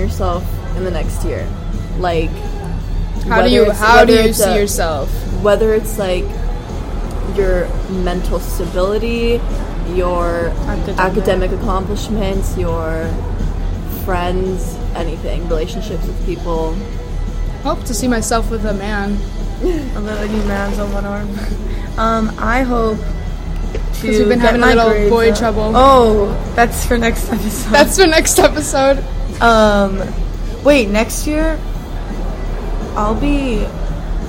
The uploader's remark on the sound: live at "love you latte"